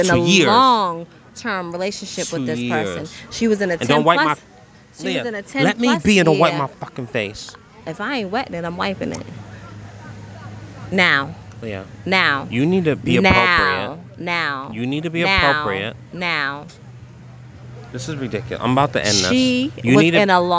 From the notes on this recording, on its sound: on location poolside in Punta Cana